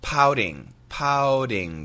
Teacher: Now, in America, we don't say pouting. It's actually a flat T sound and it sounds like a D.